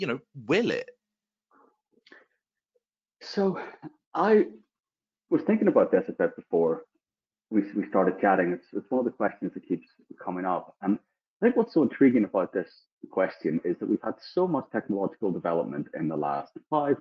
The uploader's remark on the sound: This episode is the audio taken from the webinar we ran of the same name.